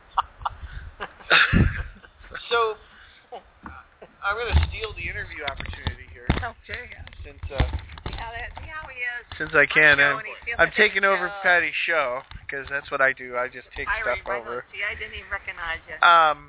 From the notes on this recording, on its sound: LIVE from LepreCon 2014 - Panel on Podcasting. You can actually listen to the show while it is being recorded at the convention. There will be two other podcasters and their shows all dueling for your listening ple-as-ure.